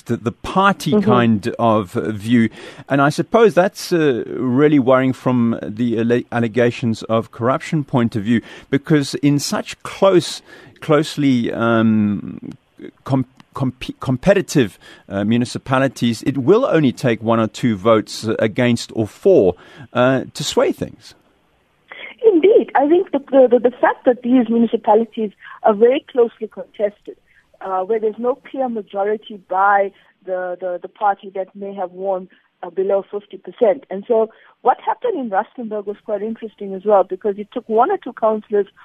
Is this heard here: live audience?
no